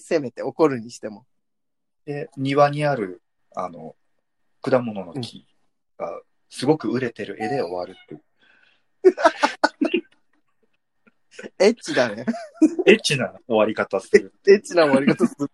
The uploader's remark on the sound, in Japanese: 最初だけなんかちょっとずれてる。。ZOOM収録です。